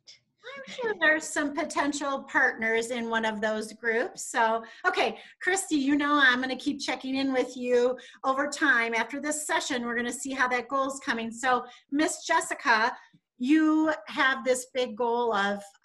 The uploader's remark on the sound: Spoke with a zoom roomful of self-advocates. We recorded our discussion live at the conference.